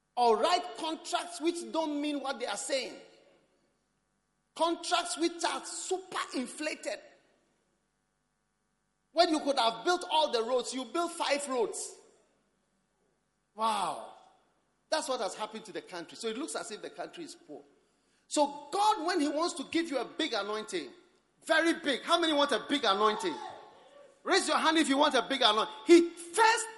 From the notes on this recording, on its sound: Preached at the First Love Center Accra Ghana